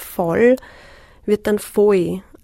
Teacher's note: dass das L fast wie ein eigener Vokal funktioniert. Also wenn das Wort voll wird dann voll, also genau solche Dinge.